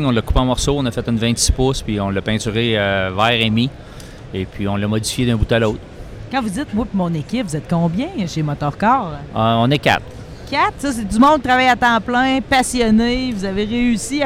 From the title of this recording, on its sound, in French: Show du 7 avril en direct du Salon Auto Sport de Québec!